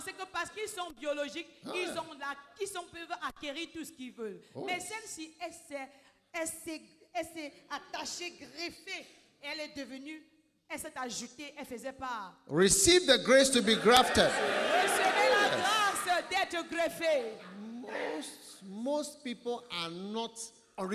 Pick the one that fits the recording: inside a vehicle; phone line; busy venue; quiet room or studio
busy venue